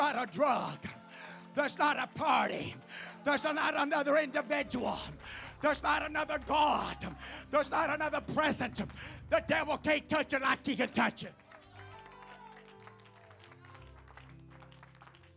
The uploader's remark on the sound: at the First Jesus Name Church of Benndale on the Wednesday night